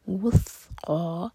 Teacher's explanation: قاف ہیوی اور دو حرکہ لمبا